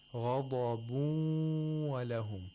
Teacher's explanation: The nun sakina merges into the waw, and we also have ghunna for two vowel counts. · Term: idgham of nun sakina